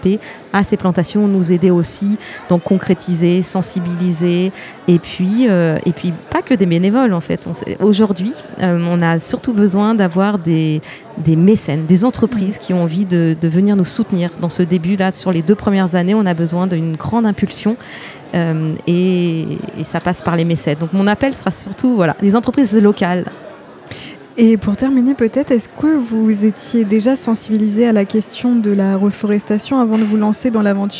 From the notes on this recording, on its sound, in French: nous sommes en direct des rencontres normandes du développement durable au MoHo à Caen